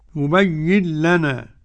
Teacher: النون ترغم في اللام